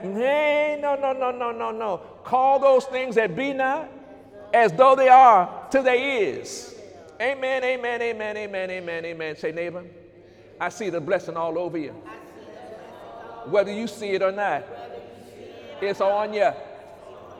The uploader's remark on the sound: During Sunday morning service on December 16, 2018